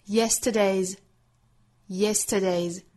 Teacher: 这个词后面加了 s 读成浊音的 z